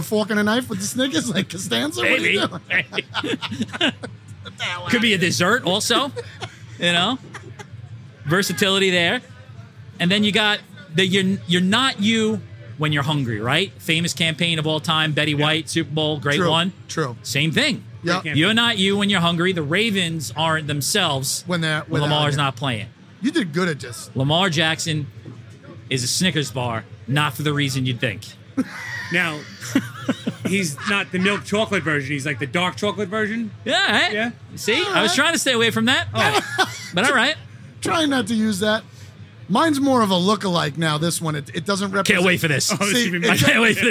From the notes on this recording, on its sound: drinking tiny cask beers at the Blue Point Cask Beer Festival